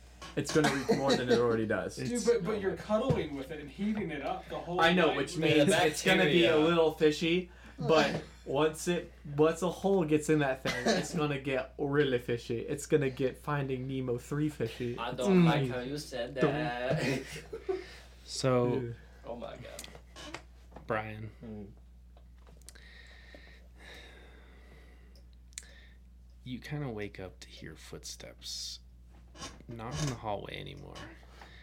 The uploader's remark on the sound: We apologize for the technical problems through the episode!